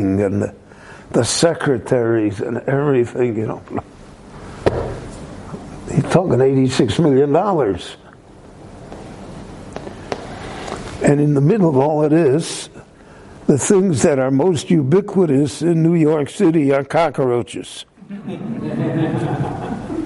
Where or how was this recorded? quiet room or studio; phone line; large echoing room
large echoing room